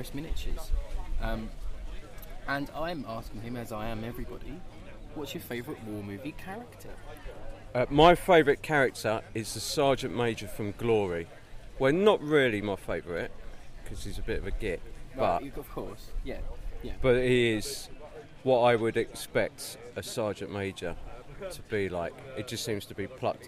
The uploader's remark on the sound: We Have Ways Fest Wind-down 2022. Apologies for some of the wind noise, it was a gusty day!